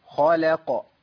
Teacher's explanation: اللام عندي مرققة إلا في لفظ الجلالة وليها حالات اتكلمنا عليها قبل كده. أنا عندي خاء مفخمة تفخيم عالي، مفتوحة تبقى مفخمة قوي، واللام مرققة حرف ضعيف، والقاف عندي مقلقلة فيها قوة.